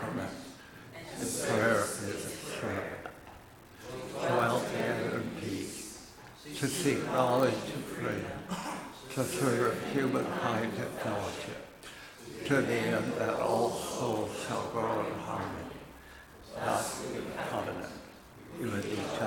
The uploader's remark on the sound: Recorded at Auckland Unitarian Church 23rd July 2023